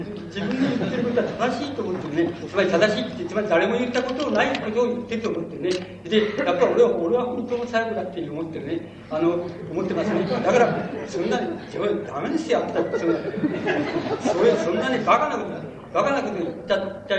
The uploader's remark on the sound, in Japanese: 場所：長岡市北越銀行ホール。音源は主催者提供だが、 客席から録音されたもの。